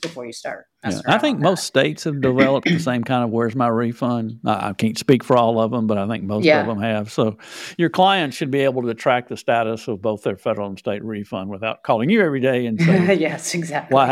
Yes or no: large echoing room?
no